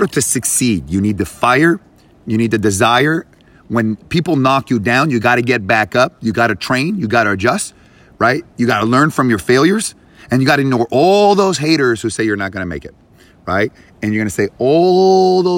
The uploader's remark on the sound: recording in Bali from the cliffs above Pandawa Beach